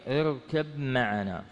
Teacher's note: جاءت الميم، الباء وبعدها جاءت الميم، فأدغمتا ميما مشددا · Term: الإدغام